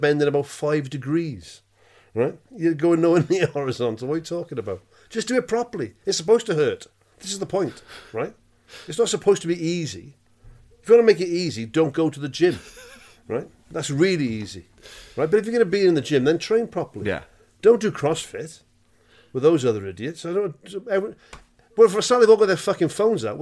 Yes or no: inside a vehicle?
no